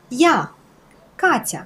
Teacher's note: In this name, the sound K is hard and not palatalized, because it's followed by the hard vowel R. However, T is soft and palatalized, because it's followed by the counterpart of the sound A, ya, Katya.